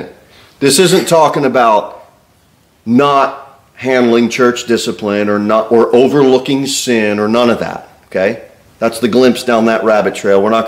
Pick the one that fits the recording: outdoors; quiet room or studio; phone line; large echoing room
large echoing room